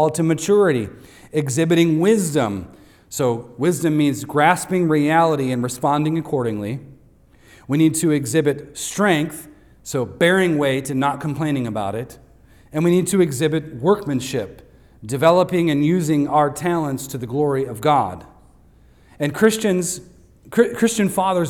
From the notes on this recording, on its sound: recorded on Sunday, June 18th, 2023, at Devonshire Church in Harrisburg, PA.